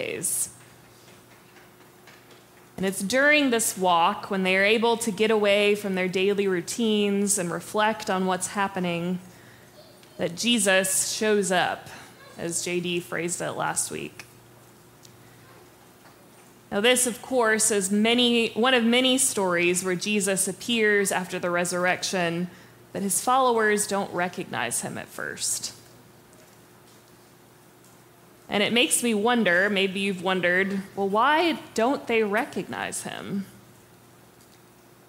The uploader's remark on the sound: Preached on April 23, 2023 for our MorningSong Worship Service.